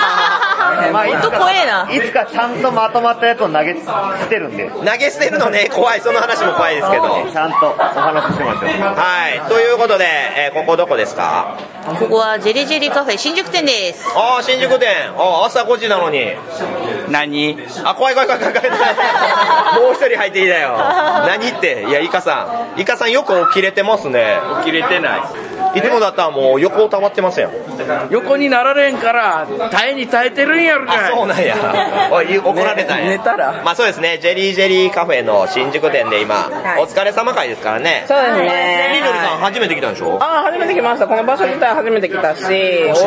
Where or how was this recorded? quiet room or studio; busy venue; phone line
busy venue